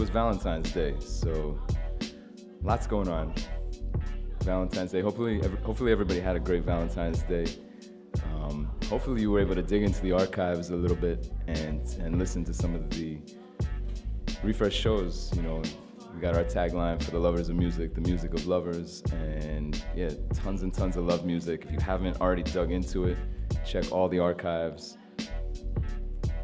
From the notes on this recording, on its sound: Originally broadcast live on February 15, 2016 from the storefront of Meridian 23 music bar